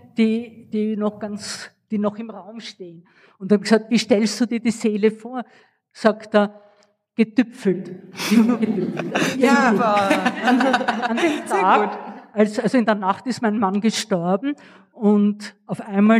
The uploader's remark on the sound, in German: unserem Live-Podcast, diesmal im Rahmen des „Memento Mori Festivals" in Wien.